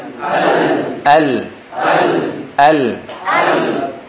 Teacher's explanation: Hurufnya ada dua, yaitu lam dan ra. Huruf lam berbelok menuju samping kanan dan kiri dari ujung lidah. · Term: inhiraf